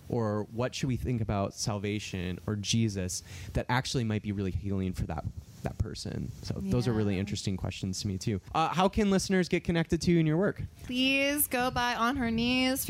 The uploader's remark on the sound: live at the 2021 Wild Goose Festival